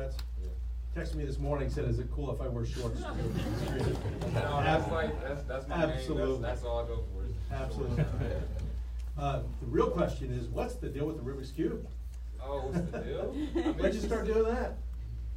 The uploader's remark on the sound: Live Q&A for the media screening.